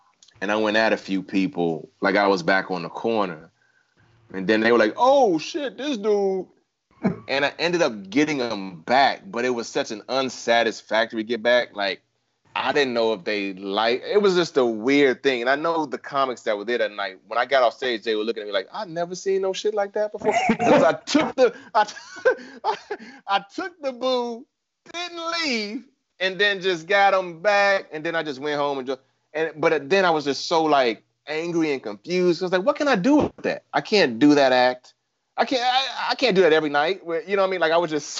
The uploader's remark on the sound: Of course, we hoped to meet in person, but for now we're coming LIVE to you from our living rooms.